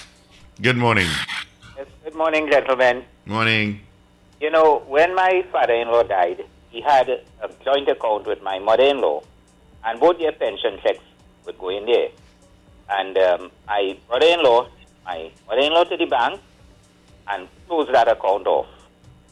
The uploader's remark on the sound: we take more calls from the audience